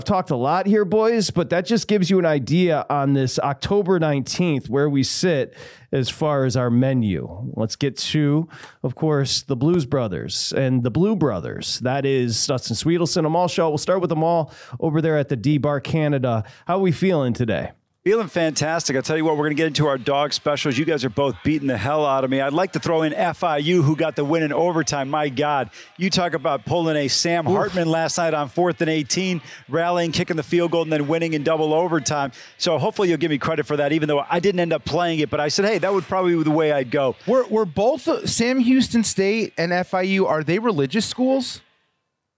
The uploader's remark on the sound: live from TPC Scottsdale's Draftkings Sportsbook